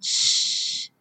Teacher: 我们可以只发前面的清音“嘶”